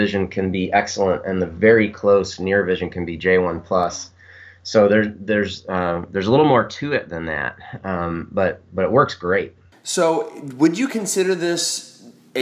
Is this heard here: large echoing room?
no